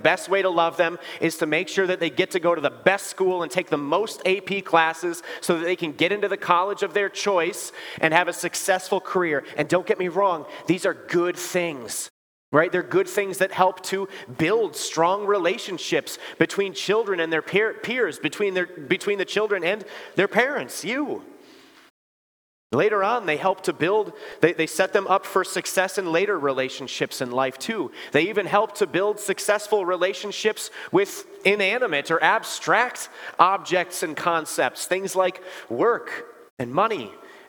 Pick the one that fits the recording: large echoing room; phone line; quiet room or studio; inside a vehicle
large echoing room